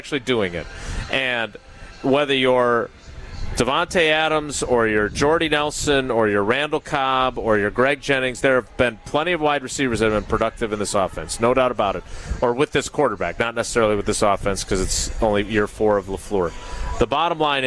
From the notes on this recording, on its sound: live from Summerfest